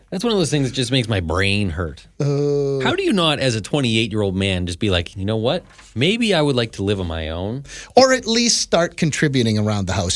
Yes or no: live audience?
no